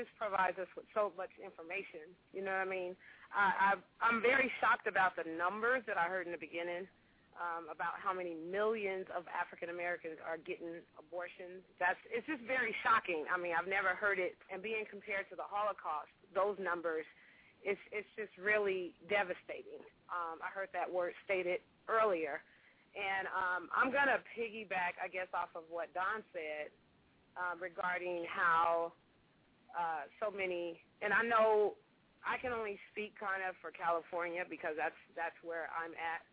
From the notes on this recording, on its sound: Opens up the phone lines.